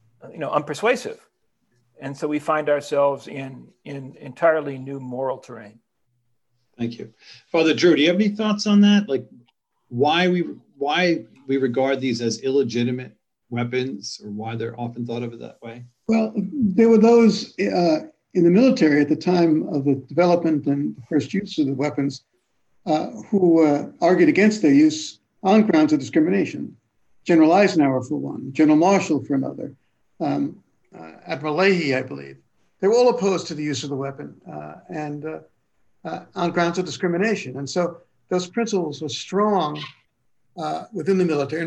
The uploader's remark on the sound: A webinar panel.